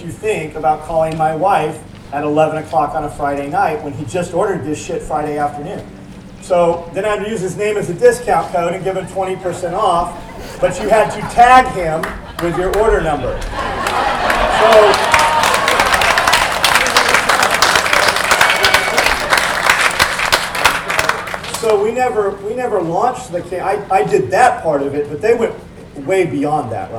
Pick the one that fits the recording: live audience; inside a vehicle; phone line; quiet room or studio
live audience